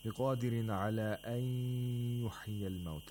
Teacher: the قاف has the highest level of تفخيم because of the ألف والمد that it has